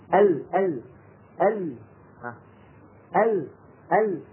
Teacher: ينحرف بعضه عن يمين اللسان وبعضه عن يسار اللسان · Term: صفة الانحراف